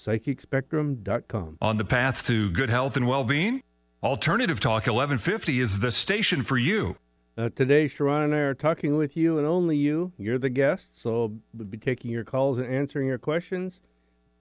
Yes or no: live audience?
no